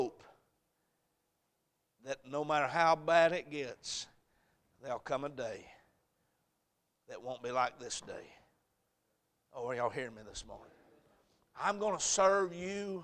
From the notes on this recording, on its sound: A message preached at Crossroads Baptist Church